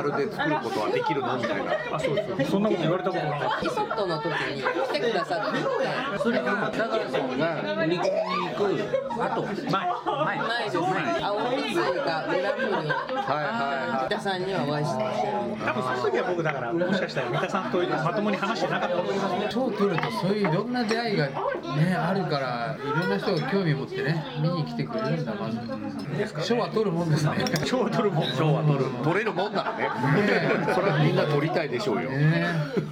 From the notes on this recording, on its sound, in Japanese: バルで収録したため結構ガヤガヤしてます。